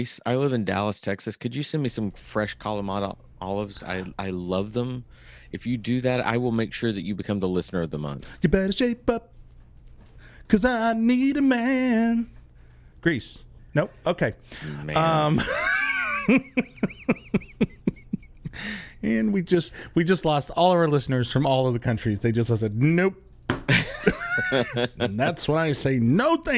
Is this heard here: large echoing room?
no